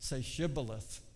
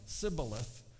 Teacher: The Lord fought with Jephthah and the Gileadites, defeated the Ephraimites. And the Ephraimites had a different accent, so they couldn't make that SH sound · Shown in: second take